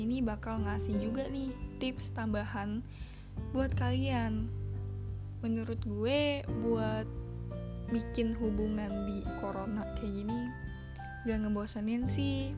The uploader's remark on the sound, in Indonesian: sorry kalo ada noise